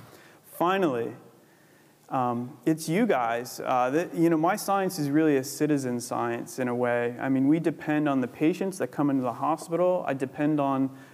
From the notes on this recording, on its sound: Recorded 25 September 2014 at the University of Edinburgh's Anatomy Lecture Theatre.